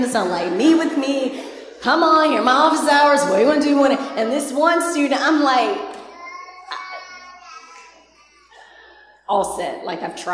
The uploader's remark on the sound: Recorded on 2016-07-24 at the 11:30am Service